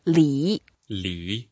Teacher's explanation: 礼 is a third tone, so we have to go down and then up and... It sounds like a L-E-E or L-I.